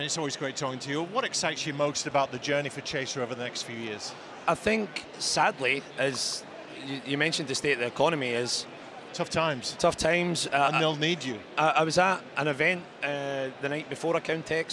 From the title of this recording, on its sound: Event Special - Accountex 2023 Live Interviews